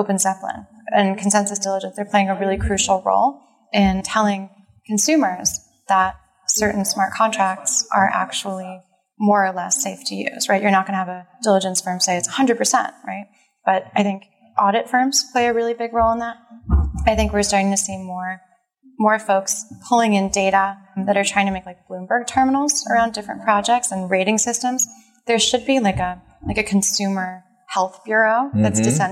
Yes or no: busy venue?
yes